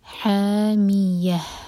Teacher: حا حلق سے، دو حرکہ لمبا، مد تبعی، حامیہ، آخر میں جو ہا کا ساؤن ہے وہ کلیئر آئے.